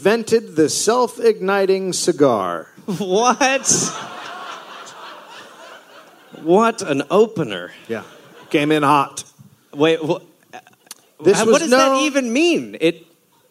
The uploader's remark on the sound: Live in NY